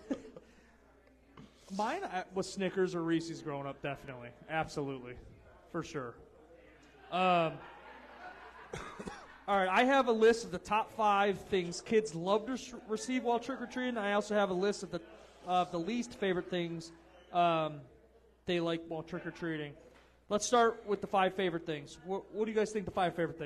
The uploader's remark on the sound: Halloween Party LIVE from Garage Bar!